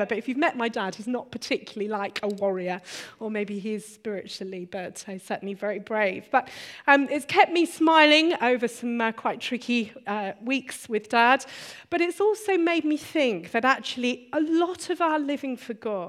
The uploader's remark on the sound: Recorded on 7th February 2016 at our Bournville gathering